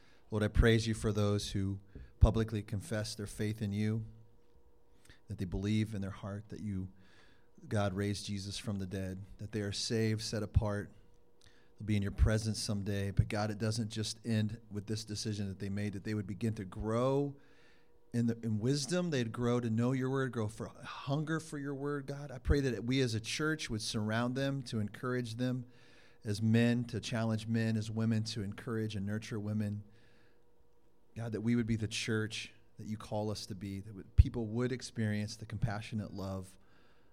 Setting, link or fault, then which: setting, large echoing room